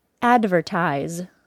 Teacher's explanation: advertise is stressed on the first syllable, ad, because it is the third from the last syllable of the word